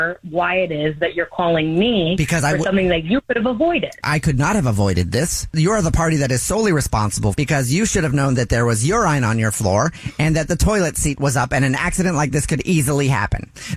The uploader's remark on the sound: phone prank style